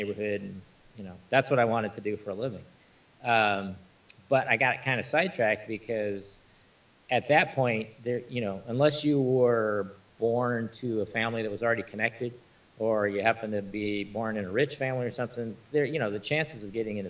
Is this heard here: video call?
no